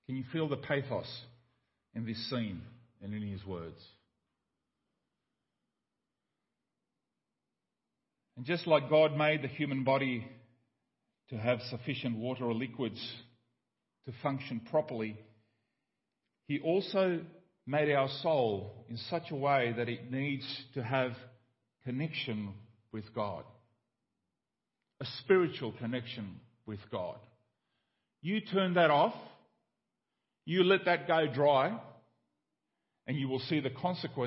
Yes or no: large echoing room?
yes